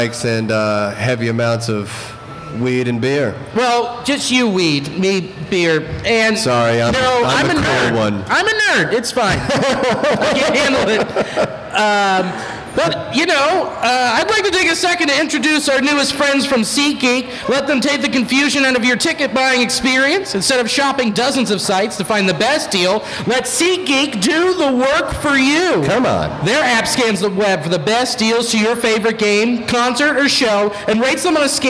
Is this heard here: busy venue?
yes